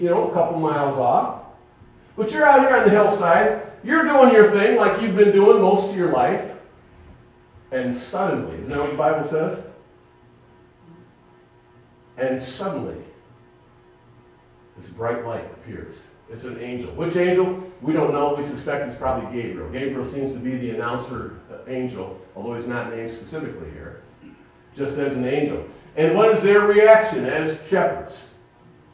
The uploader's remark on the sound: Sunday morning message recorded live at Calvary Baptist Church of Caseville MI.